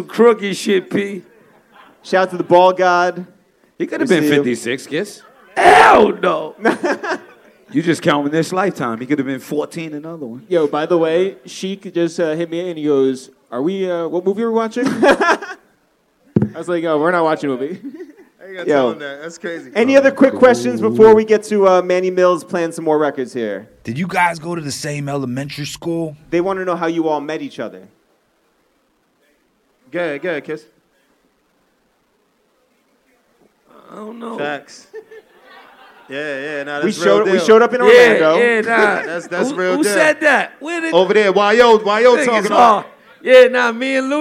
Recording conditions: live audience